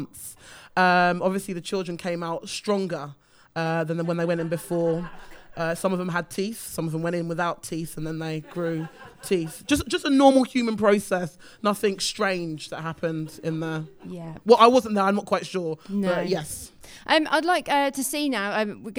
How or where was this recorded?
live audience